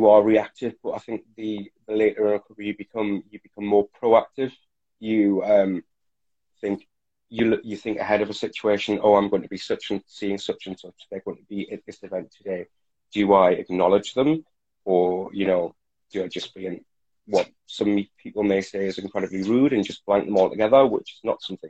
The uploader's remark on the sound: Recorded on 1 August 2020 on Instagram Live